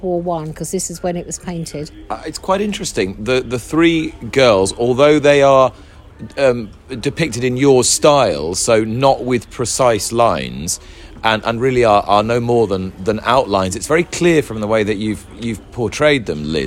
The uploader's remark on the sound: On Day Three of the Cheltenham Festival in an episode brought to you from the Fitzdares Club in the Orchard.